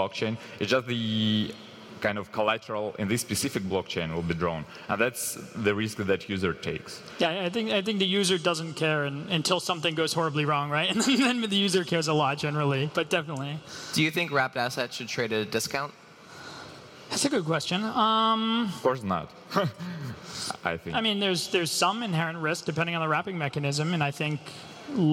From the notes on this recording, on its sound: Live from Breakpoint 2021